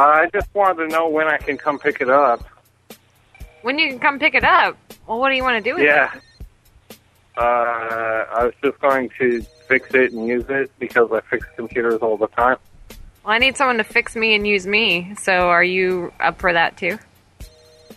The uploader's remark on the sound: …'s Personal Prank Phone Calls Collection.